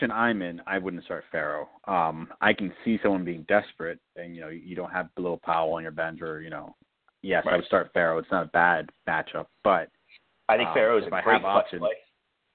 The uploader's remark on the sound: LIVE SHOW! We are discussing playoffs, waiver wire pick ups, and taking live calls.